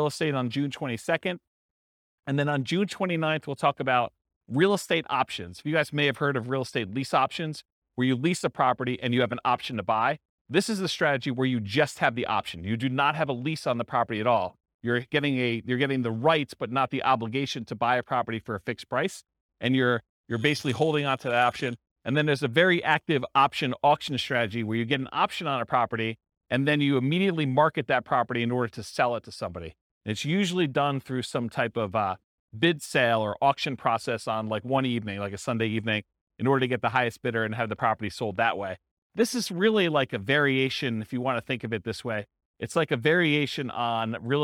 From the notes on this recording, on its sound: This was a live class recorded.